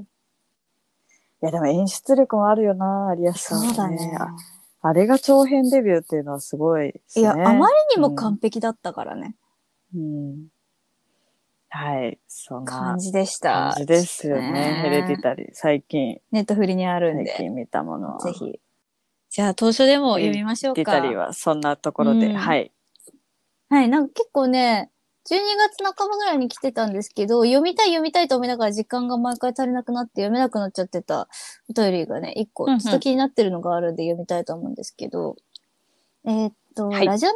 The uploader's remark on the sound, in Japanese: 緊急事態宣言の発出に基づき、リモート環境にて収録しております。ふだんの配信よりも聞きづらい箇所などあるかもしれませんが、あらかじめご理解、ご了承を願えますと幸いです。